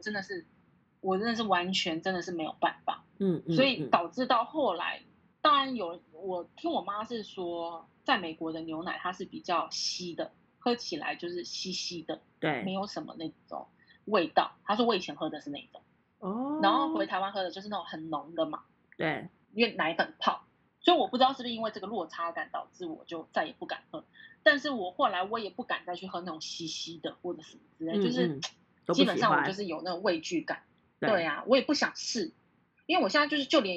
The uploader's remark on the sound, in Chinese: 錄製時間為2021.06.08線上錄製，有錄製品質或時間差問題，請大家多多見諒！